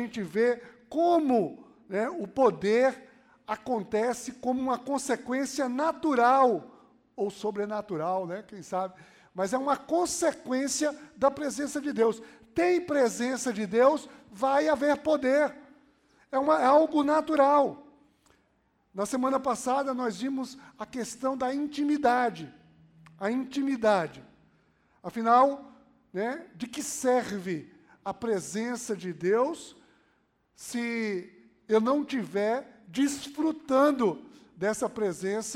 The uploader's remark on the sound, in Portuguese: Podcast gravado na PAES Piedade